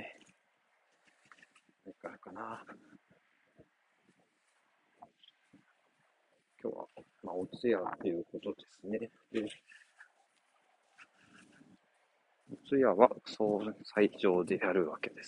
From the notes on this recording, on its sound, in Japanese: 屋外で話していますので雑音があります